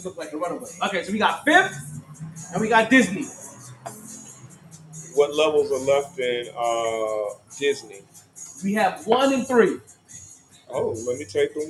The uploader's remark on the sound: Monday Night Football live from Sharkeys.